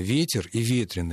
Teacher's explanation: Мы видим ударение и там на первом слоге. В прилагательном так же, как в существительном.